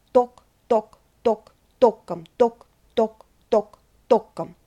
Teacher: Just make sure it's a very dark O.